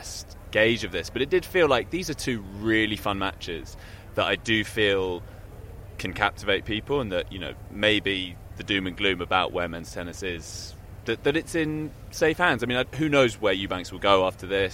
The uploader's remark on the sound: Live from Wimbledon